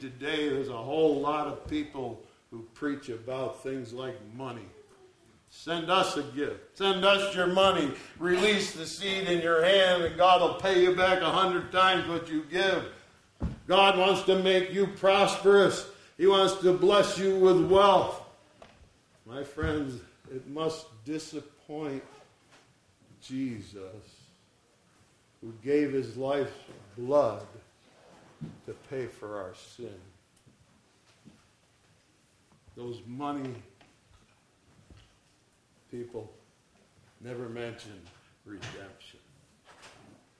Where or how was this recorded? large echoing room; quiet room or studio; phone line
large echoing room